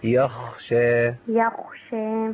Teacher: لازم نبين الخاء عشان ما تبقاش يغشى